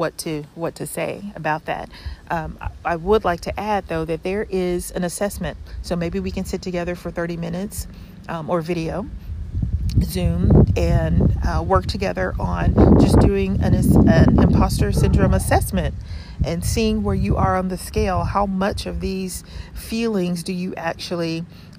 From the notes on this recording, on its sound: I apologize in advance for the wind in the background!